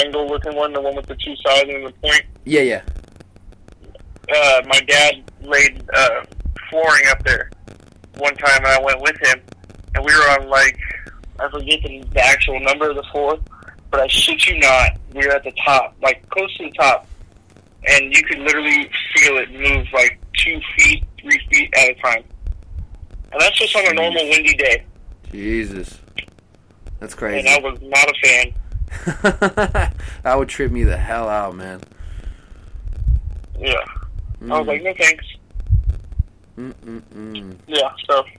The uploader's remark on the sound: back on the show via the batphone line once again